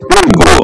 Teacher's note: Mas com a pronúncia fechada, pego. Evite a pronúncia aberta.